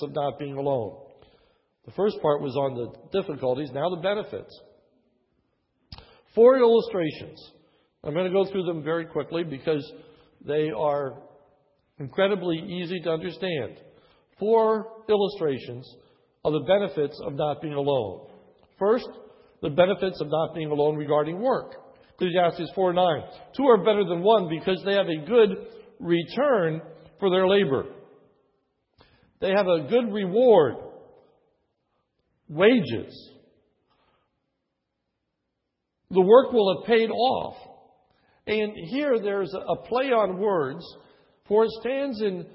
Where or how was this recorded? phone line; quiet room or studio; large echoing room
large echoing room